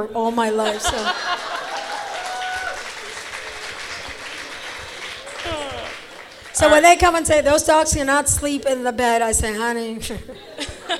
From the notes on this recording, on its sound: Visited Holyoke during the celebration of Holyoke Innovation Week, and offered a public session of questions and answers with the community at Gateway City Arts. This is the recording of the event.